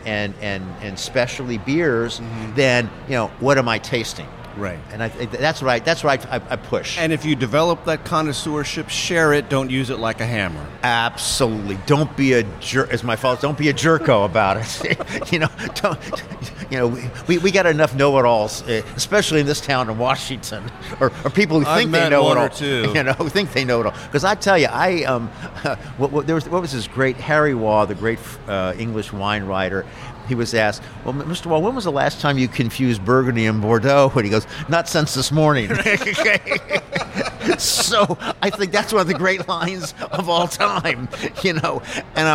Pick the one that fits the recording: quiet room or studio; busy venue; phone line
busy venue